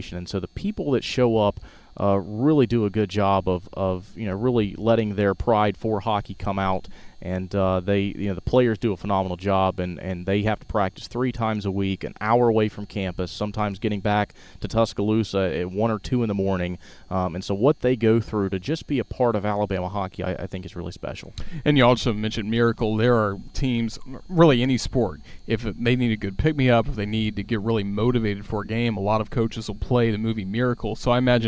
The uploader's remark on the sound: recorded at Coleman Coliseum in mid-March